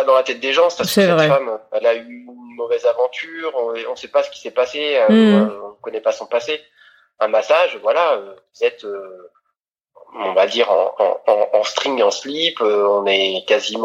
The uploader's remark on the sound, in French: Vous entendrez que la qualité sonore n’est pas au rendez-vous cette fois, car je suis en pleine transition entre Paris et… Lyon ! Alors je m’excuse pour le son.